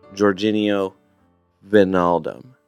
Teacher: it's not W, but it's somewhere between the English F and V. It's not V. · Term: The Dutch W